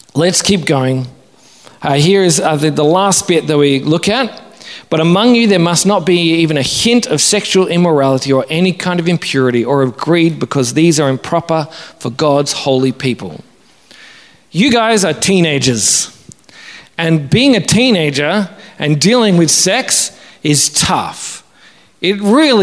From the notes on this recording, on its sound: Originally preached at St Matthew's, Wanniassa in September 2022.